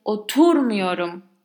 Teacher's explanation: That tur is the emphasized one in the negative.